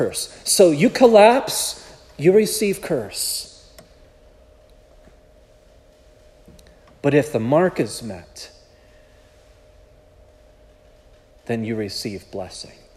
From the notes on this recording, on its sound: This sermon was preached at Providence Church on February 4, 2024.